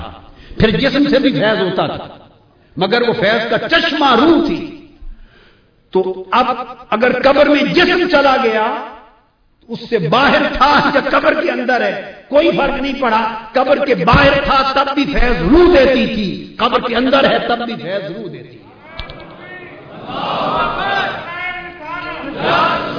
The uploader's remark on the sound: on the event of International Mawlid-un-Nabi Conference 2010 at the Place of Minar e Pakistan Lahore